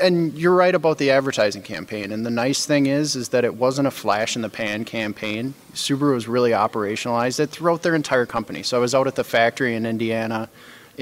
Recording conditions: busy venue